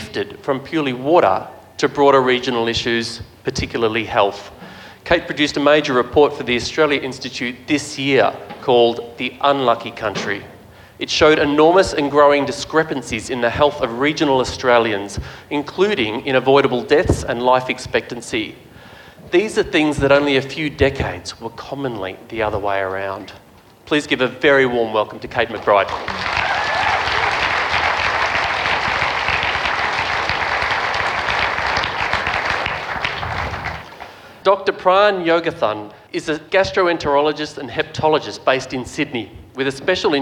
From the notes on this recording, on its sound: We’re back at the Reconnection Festival for the last of three inter-related panel conversations, each building on the other. Recorded in the northern rivers of NSW.